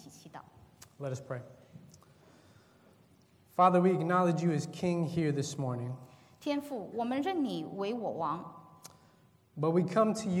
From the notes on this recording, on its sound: This is a sermon from August 4th, 2019 at Lexington Chinese Christian Church